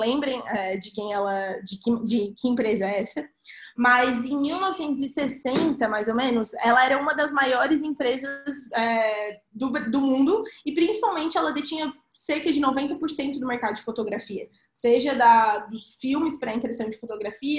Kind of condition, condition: link, video call